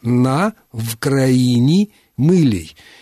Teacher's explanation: На, дальше «в країні», первая буква «в», если читать по-русски. Ну, мы знаем, что «в» и «у» — это родственные звуки, и поэтому в украинском языке они могут чередоваться в зависимости от того, в какой позиции оказывается первый слог этого слова.